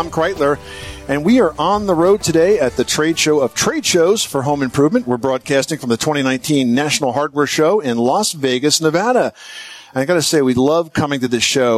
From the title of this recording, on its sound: Broadcasts from the 2019 National Hardware Show